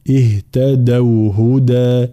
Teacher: في قوله تعالى ويزيد الله الذين اهتدوا هدى، حرف الدال تكرر، حرف الدال حرف شديد وحرف مجهور، فلا نقول الذين اهتدوا، اهتدوا تقرب الحرف التالي، اهتدوا هدى هكذا، فالانتباه.